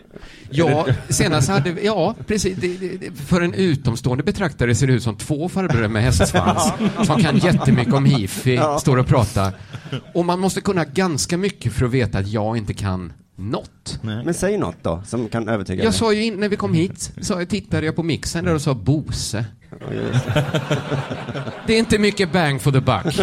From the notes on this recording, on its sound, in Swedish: Inspelat inför publik på ’Under Produktion på Teatern’!